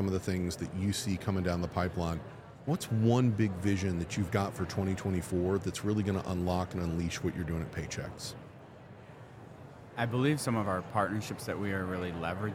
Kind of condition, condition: setting, busy venue